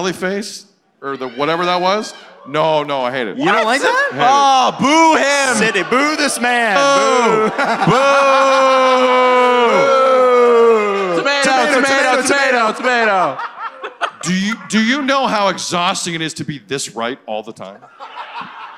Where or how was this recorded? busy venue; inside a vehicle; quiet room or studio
busy venue